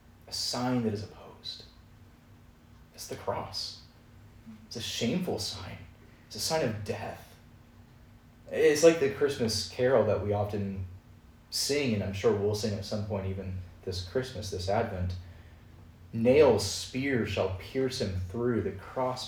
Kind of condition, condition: setting, large echoing room